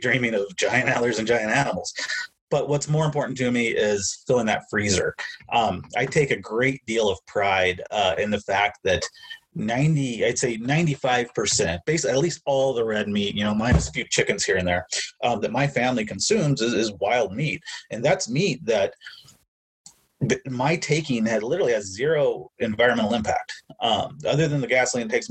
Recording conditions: video call